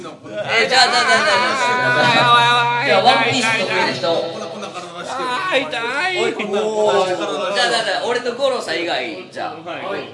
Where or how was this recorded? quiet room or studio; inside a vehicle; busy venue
busy venue